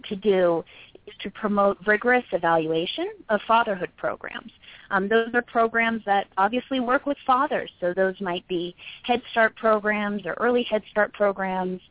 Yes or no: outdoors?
no